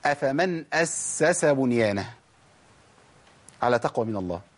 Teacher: ناخد بالنا من رخاوه السين الاولى في المشدد وما جريش بيها